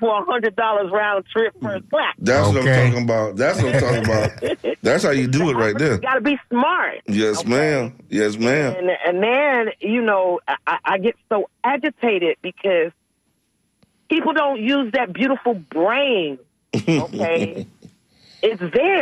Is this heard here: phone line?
yes